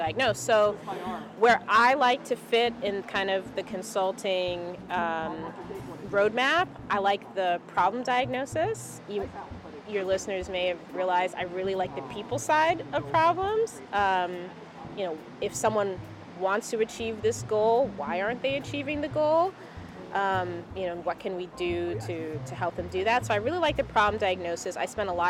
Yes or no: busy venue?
yes